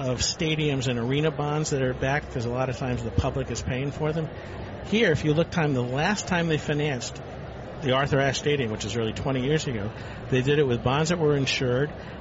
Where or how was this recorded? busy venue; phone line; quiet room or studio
busy venue